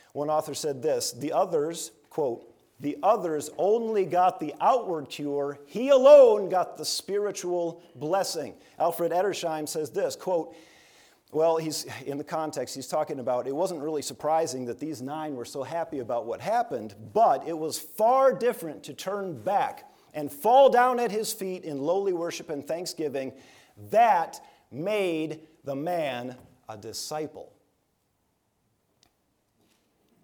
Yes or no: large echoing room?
yes